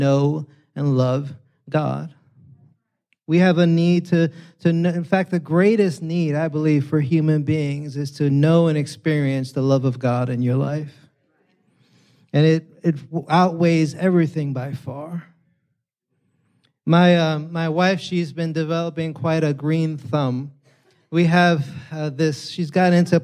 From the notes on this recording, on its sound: preached this sermon on Sunday, September 17th, 2023, at Catalyst Church San Diego